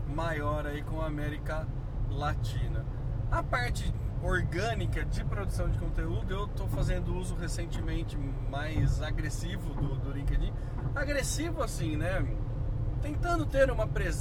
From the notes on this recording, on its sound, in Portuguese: Toda nossa experiência foi gravada na volta de carro para São Carlos.